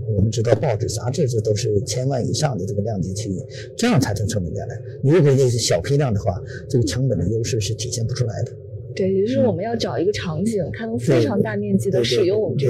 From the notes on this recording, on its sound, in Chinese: 带您走进2019慕尼黑上海电子生产设备展，为您带来最前沿的现场资讯